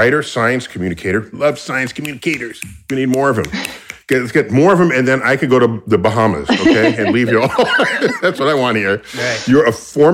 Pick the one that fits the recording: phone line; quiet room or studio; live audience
quiet room or studio